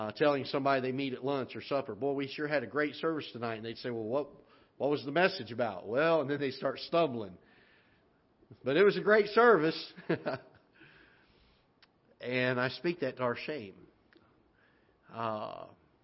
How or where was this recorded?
large echoing room